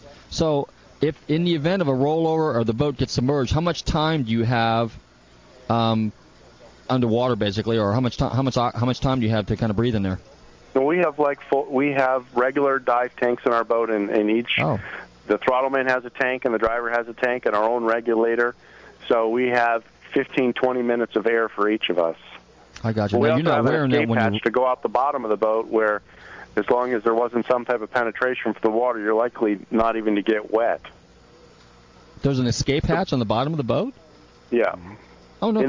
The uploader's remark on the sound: Live remote at Nauti Nancy's